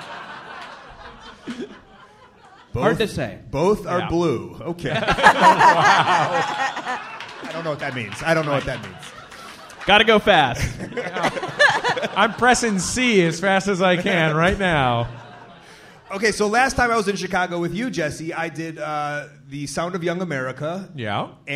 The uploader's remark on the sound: Live from Minneapolis and Chicago.